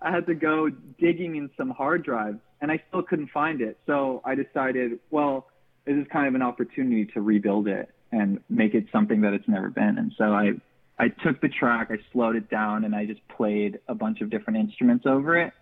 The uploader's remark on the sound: Guests call